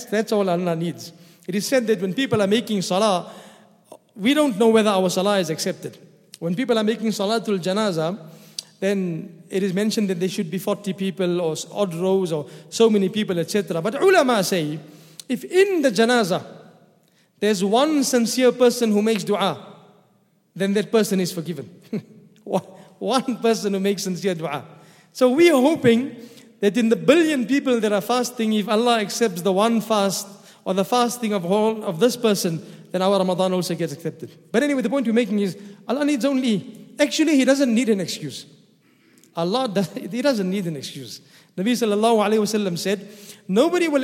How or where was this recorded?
large echoing room